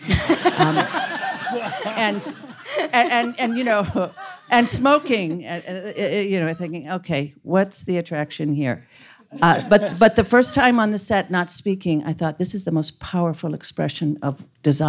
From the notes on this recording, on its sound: Featuring the interviews and panel discussions from the 2016 Vulture Festival. Recorded live at Vulture Festival.